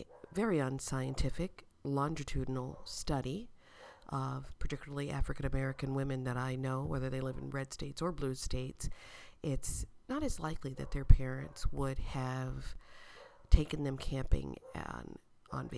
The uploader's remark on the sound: Recorded at a beach campsite.